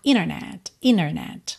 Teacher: o T some e aí a gente junta o N direto na vogal